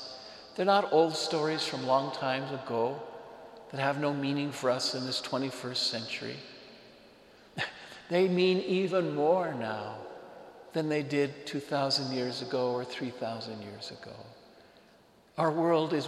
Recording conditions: large echoing room